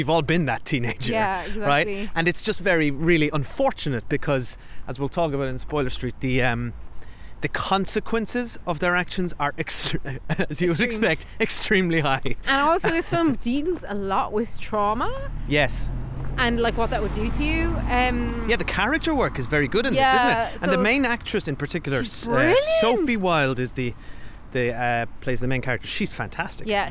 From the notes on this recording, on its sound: We walk and talk